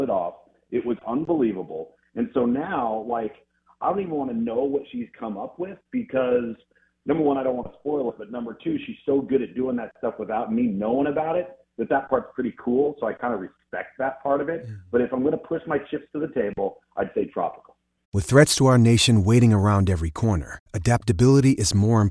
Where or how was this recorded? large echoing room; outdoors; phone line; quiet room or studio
phone line